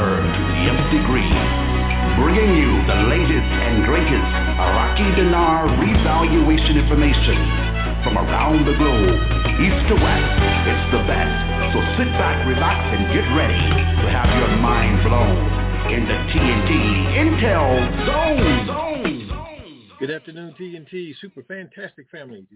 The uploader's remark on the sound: TNTSuperfantastic Conference Call